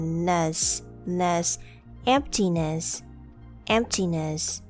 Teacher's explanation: And the e in the last syllable pronounced as a uh